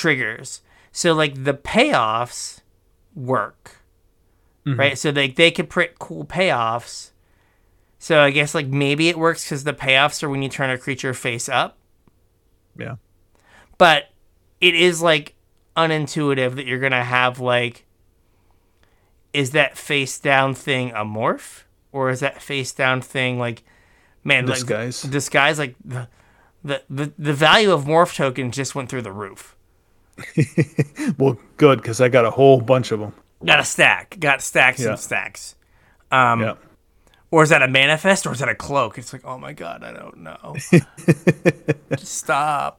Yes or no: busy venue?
no